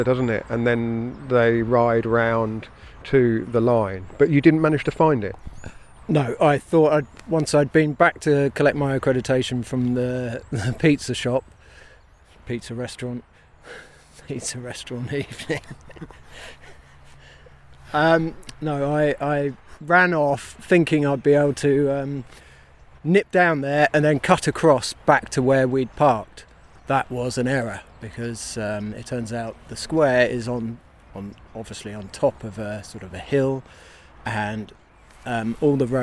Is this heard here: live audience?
no